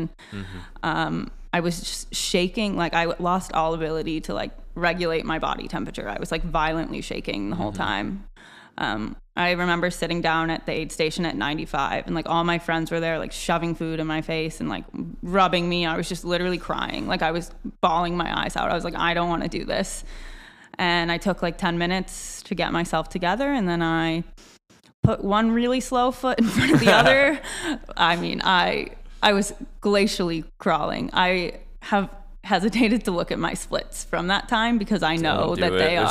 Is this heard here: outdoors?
no